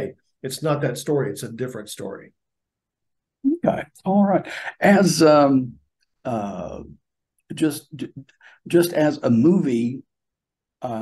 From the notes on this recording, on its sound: Global and virtual press conference.